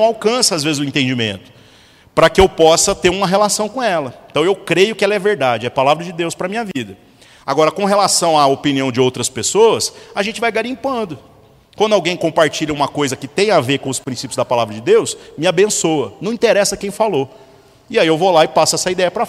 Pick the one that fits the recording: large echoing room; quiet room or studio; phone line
large echoing room